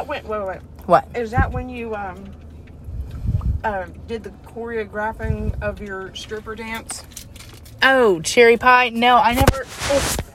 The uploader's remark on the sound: Live from a chick fil a parking lot somewhere